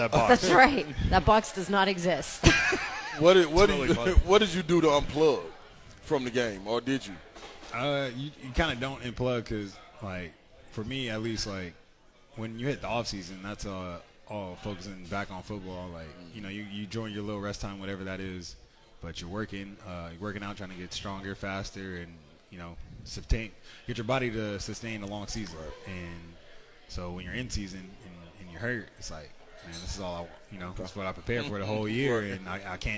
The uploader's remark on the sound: live at BWW